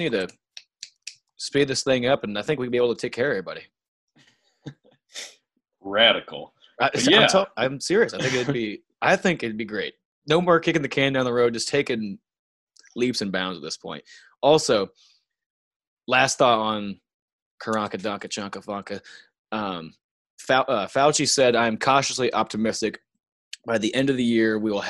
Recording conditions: video call